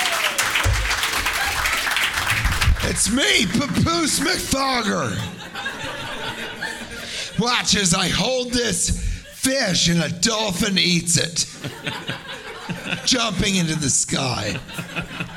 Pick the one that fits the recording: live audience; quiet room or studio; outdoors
live audience